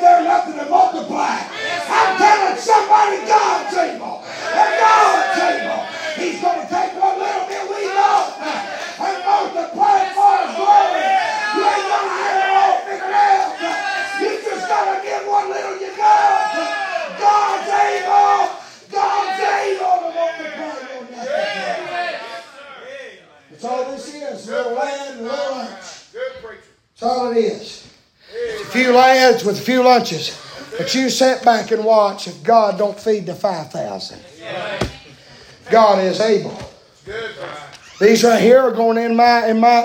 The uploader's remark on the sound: preaching live from Still Water Baptist Church